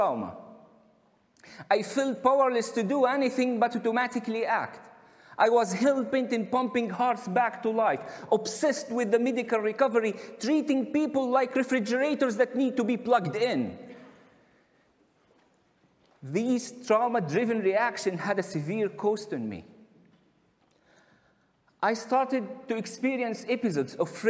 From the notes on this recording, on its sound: recorded at the 2021 Oslo Freedom Forum